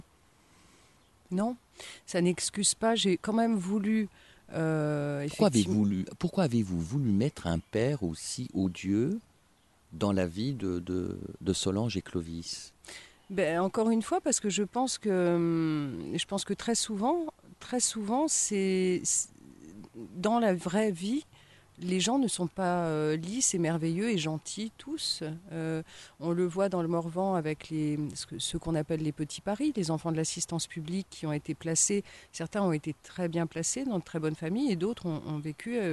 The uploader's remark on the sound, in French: Cet entretien a été enregistré dans le parc de l’Hôtel Avallon Vauban, à Avallon, mercredi 31 mai 2023.